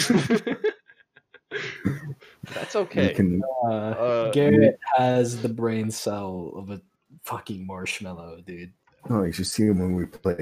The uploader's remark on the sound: Sorry for some of the mic quality we are working on getting it fixed.